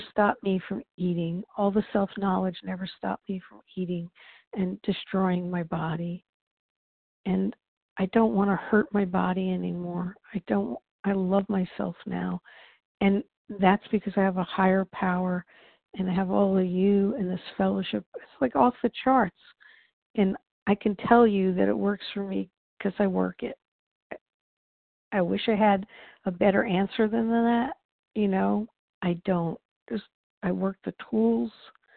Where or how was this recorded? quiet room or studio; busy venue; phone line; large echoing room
phone line